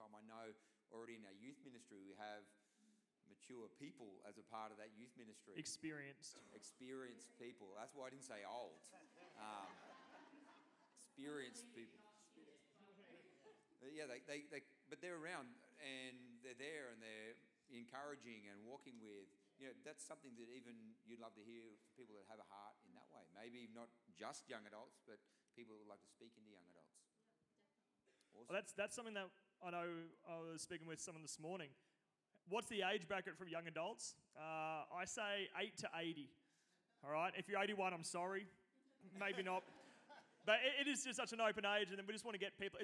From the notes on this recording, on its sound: Recording of this took place on Sunday 18th February 2024 during the 10am service. This is a different kind of message as it is a panel.